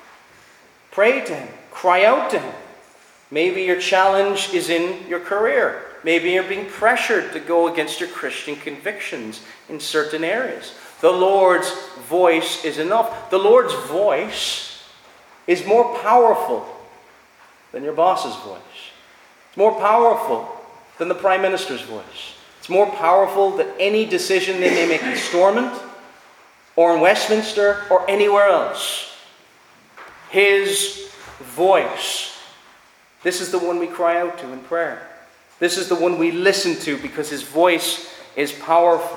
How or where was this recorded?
large echoing room